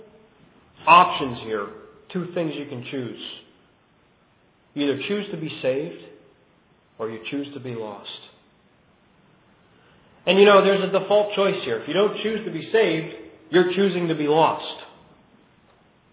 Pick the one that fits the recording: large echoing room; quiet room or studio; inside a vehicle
large echoing room